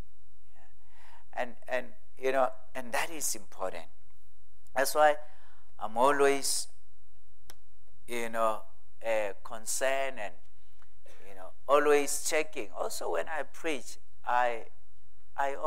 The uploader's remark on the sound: at God's Tabernacle Christian Family Church's evening service on the 30th of April 2023